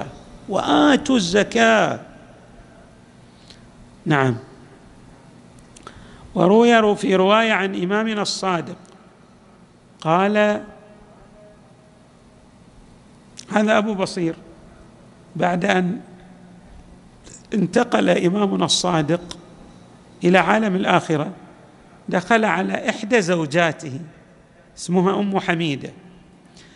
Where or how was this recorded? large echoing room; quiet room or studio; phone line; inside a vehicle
large echoing room